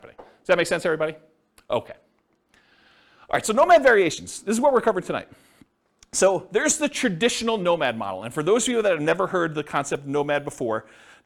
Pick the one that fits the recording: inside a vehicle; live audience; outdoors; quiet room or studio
live audience